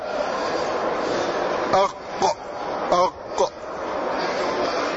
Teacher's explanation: تلحظ أن القاف تخرج من أقصى اللسان، أي أبعده، ليس من أدناه ولا من وسط بل من أقصاه وإبعده إلى جهة الجوف.